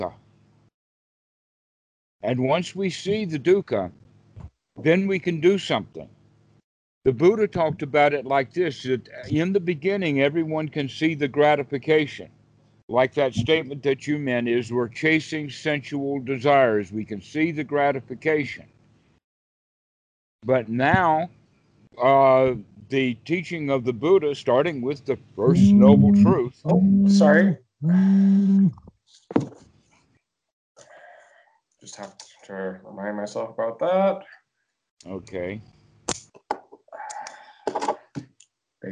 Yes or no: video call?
yes